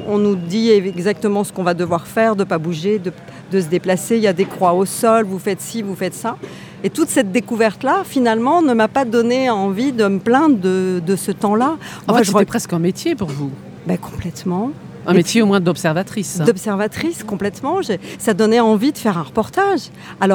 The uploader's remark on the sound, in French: conférence de presse lors du 76ème Festival de Cannes